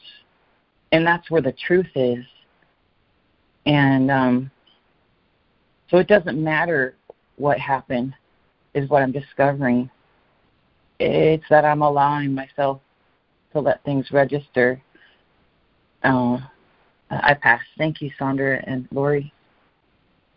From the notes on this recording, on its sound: ACIM Daily Conference Call